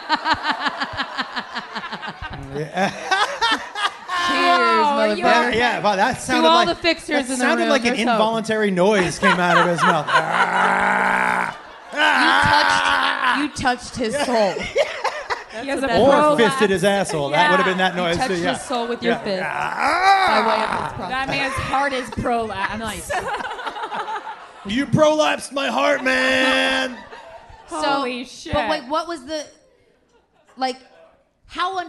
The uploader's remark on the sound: Live from Nashville. We’ve got an extra special LIVE episode for you!